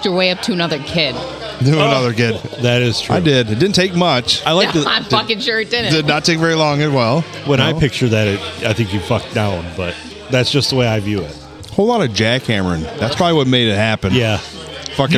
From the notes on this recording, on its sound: Recorded at the Silver Tavern Deckerville (The Olde STD) on a Friday night.